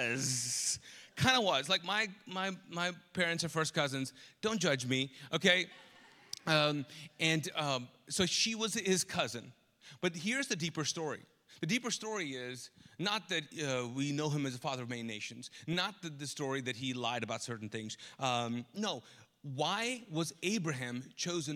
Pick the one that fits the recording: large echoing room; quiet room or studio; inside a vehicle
large echoing room